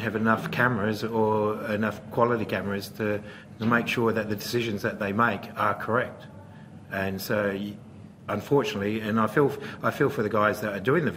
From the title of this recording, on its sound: Post-Match Press Conference